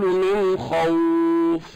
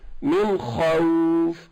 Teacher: الواو حرف هجاء منفصل تماما عن الخاء يعني لا يتبع الخاء في التفخيم · Shown in: second take · Term: مرقق